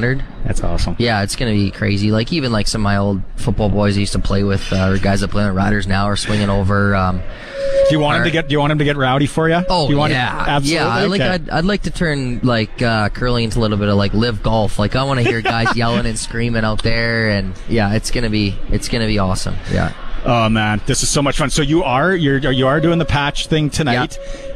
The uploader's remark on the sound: Joins the show live from just outside The Patch.